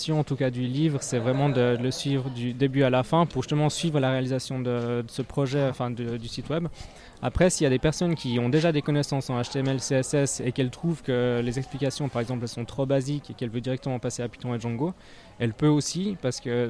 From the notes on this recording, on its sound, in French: Émission en plein air (!) et en public depuis l'Îlot13 à Genève le 15.12.2018